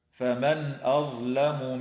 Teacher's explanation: تظهر النون الساكنة عند الهمزة في قوله تعالى فمن أظلم